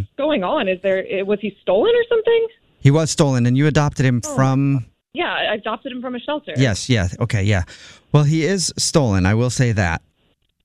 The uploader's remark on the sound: Phone Prank